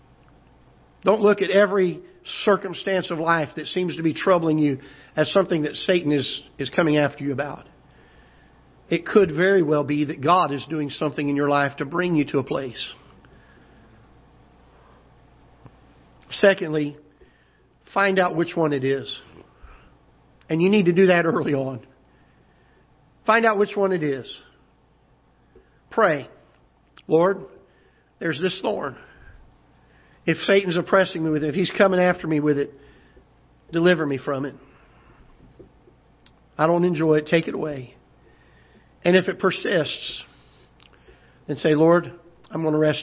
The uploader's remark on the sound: Ketha Heights Baptist Church ~ Live Broadcast